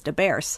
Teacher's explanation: final S on a word being an S instead of a Z · Term: Chicagoisms